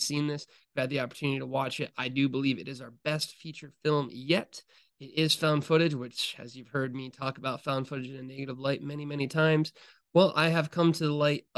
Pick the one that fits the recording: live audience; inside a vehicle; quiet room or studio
quiet room or studio